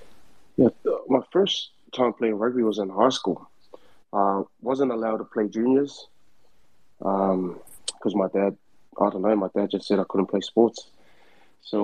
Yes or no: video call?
yes